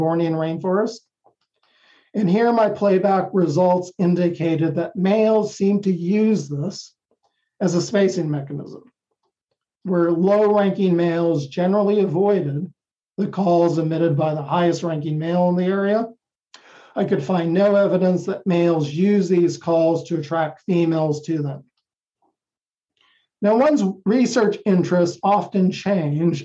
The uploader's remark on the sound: The lectures are conducted via Zoom within our CICASP Seminar in Science Communication for graduate students of our program at Kyoto University.